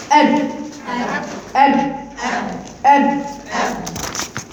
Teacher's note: الباء بانطباق الشفتين على بعضهما مفيش اي صوت خارج عنه